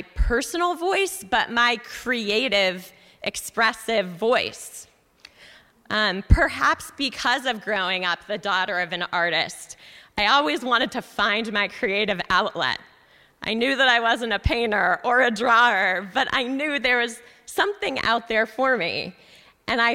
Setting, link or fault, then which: setting, live audience